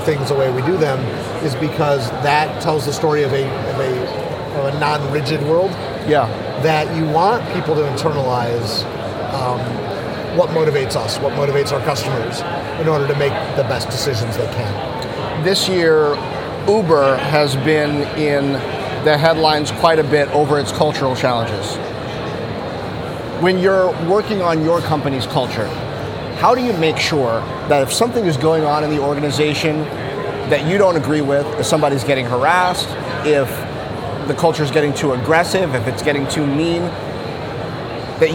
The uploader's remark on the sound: at a tech conference in Barcelona, Spain